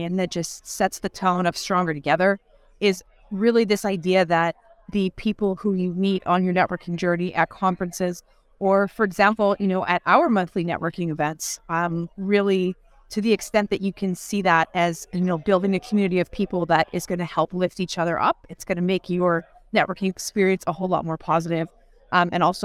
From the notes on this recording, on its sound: Live from the REWBCON!